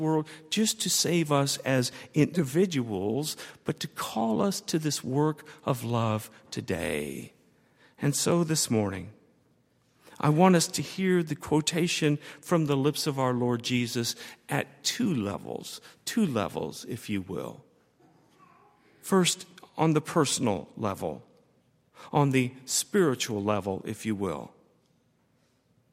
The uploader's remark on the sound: On Sunday, January 27, 2013, at Highland Baptist Church.